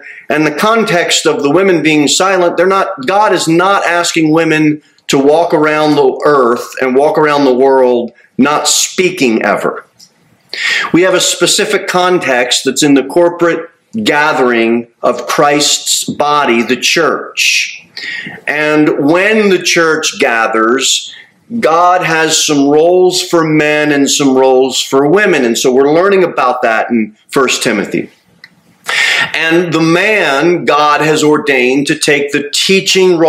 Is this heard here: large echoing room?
yes